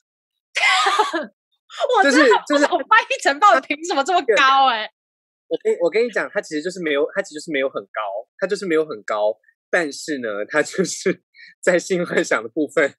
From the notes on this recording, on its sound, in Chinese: 本集採遠距錄音，因網路問題，時有斷訊、音訊不良或是雜音狀況產生。